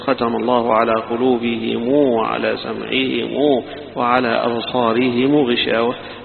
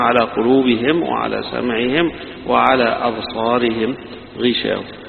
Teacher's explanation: ومعنى الصلة إن حيحول الميم المضمومة هنا أو الميم الساكنة حيحولها إلى إشباع للواو · Shown in: first take · فيقول ختم الله على قلوبهم وعلى سمعهم وعلى أبصارهم غشاوة.